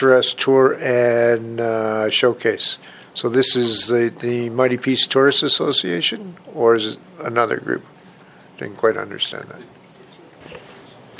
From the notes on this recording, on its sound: Audio recording of the October 26, 2015 Regular Meeting of Peace River's Town Council.